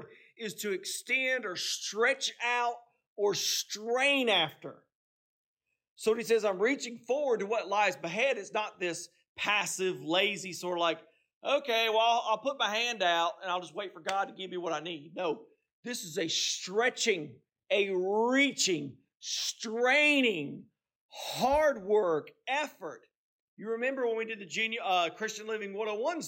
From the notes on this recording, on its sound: This message was preached on Sunday, November 19, 2023, at Seaboard Baptist Church in Seaboard, North Carolina.